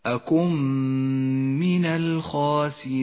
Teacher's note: أكم من النون الساكنة وبعدها حرف الميم الميم حرف إدغام بغنة تدغم به النون فتسقط من اللفظ وتشدد الميم · Term: الإدغام بغنة